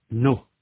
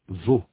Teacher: Elle est plus fermée dans nos et vos. La bouche est plus fermée. La tension dans les lèvres est plus grande. Les lèvres sont plus en avant.